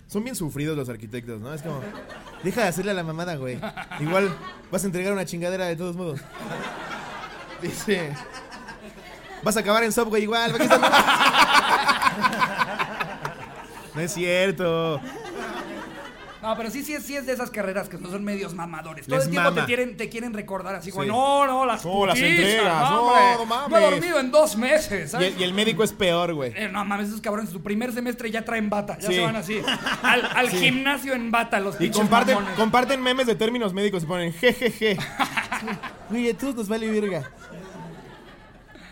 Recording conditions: live audience